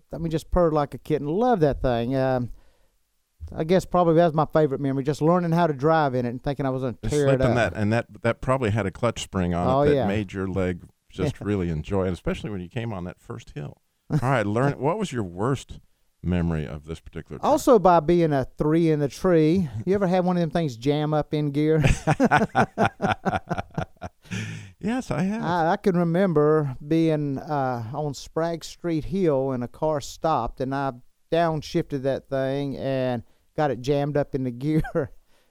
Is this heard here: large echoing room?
no